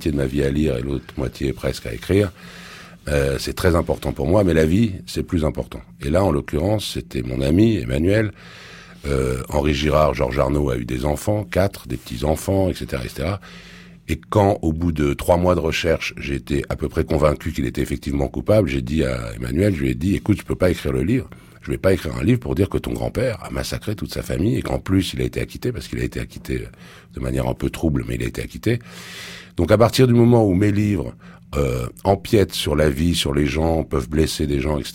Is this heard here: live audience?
no